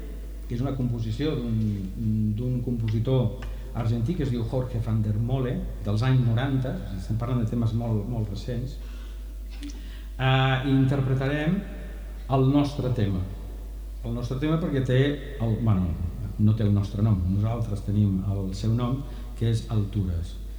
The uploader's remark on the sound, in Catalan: Enregistrada en directe a El Círcol - Badalona el 28 de maig de 2016